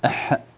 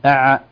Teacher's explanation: الحاء فيها جريان نفس تسمى حرف مهموس، العين ليس فيها جريان نفس تسمى حرف مجهور. ينبغي أن نعتني إذا التقى حرفان من مخرج واحد، الحرفين المخرج واحد مع اختلاف الصفات تسمى متجانسين، الحرفين المتجانسين أو المتقاربين في المخرج ينبغي علينا أن نعتني بهما بحيث يسمى تخليص الحروف، نخلص الحاء من العين.